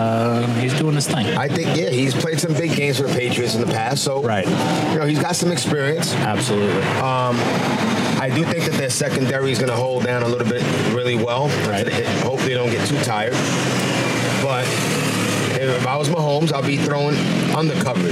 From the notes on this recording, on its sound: Live from #TureNorthMIA in the Wynwood section of Miami, Fl for Super Bowl 54